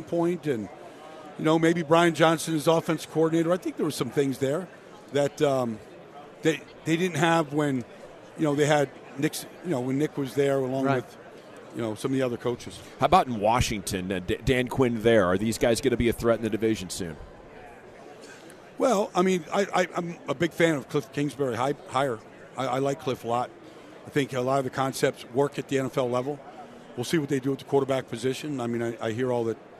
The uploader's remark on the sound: live from Super Bowl Radio Row